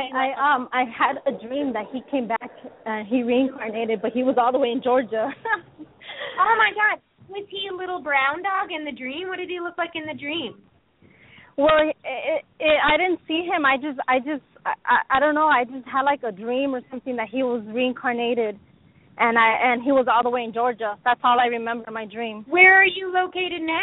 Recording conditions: phone line